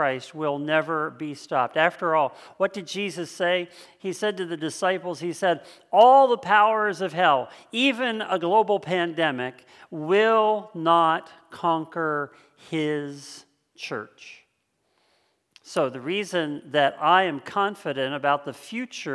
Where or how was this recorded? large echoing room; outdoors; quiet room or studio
large echoing room